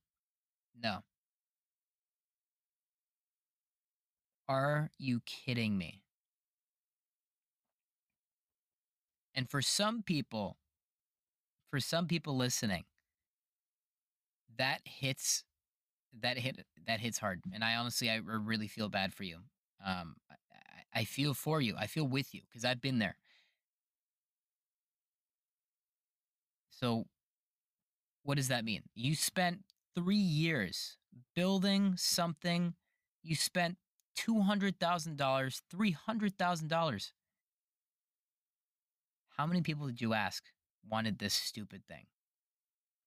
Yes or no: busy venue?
no